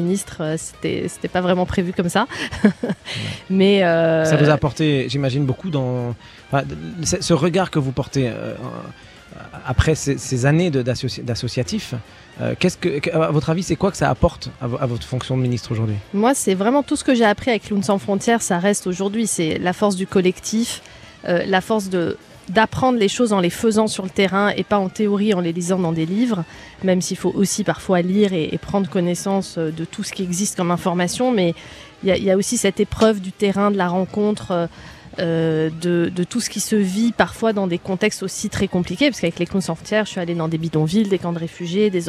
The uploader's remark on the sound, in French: En direct de la cour d'honneur du Palais de l'Elysée.